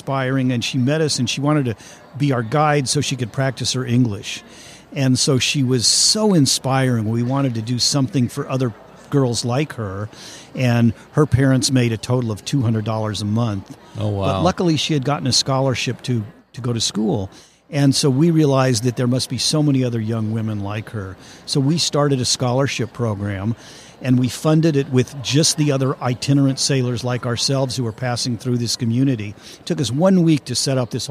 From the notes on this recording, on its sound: LIVE at the Business RadioX® remote at SOAHR 2023